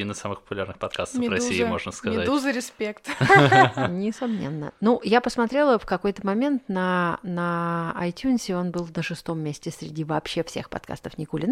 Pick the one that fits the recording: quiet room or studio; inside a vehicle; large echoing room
quiet room or studio